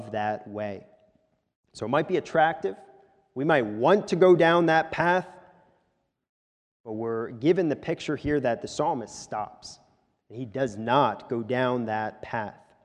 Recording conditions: large echoing room